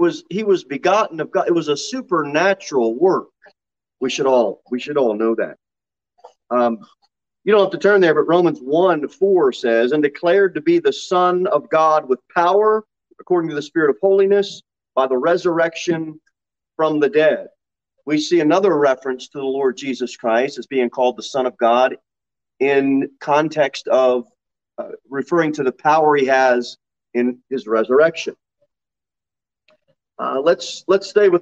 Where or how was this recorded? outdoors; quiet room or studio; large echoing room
large echoing room